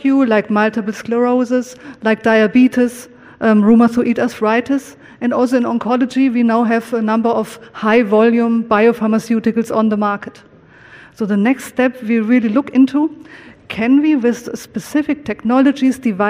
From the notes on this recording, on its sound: first recorded at the 2019 PODD: Partnership Opportunities in Drug Delivery conference